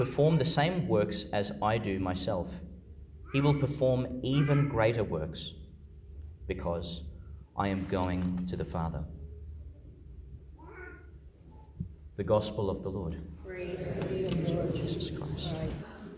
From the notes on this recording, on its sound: Homily for the Fifth Sunday in Eastertide, delivered in Our Lady Star of the Sea Church, Gladstone, Qld.